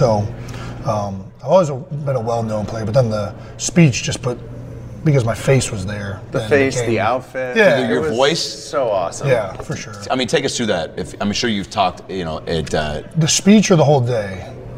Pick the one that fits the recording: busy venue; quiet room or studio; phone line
busy venue